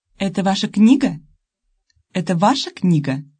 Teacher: In Russian yes-no questions, the intonation also rises on the word in question, but it rises sharply and then falls abruptly. · Term: Intonation Contour 3